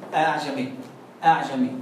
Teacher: هو النطق بالهمزه دي بين الهمزة والألف إذا كانت مفتوحة